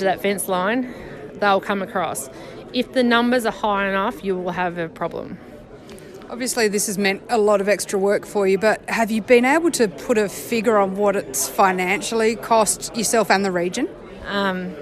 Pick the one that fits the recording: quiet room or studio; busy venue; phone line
busy venue